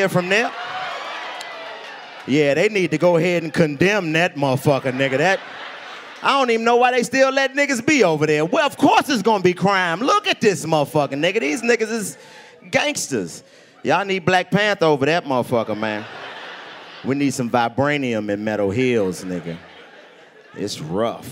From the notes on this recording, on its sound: Live from Huntsville Alabama at the Stand Up Live Comedy club featuring stand up comedy, rapping, singing, dancing and a whole lot more from the whole crew.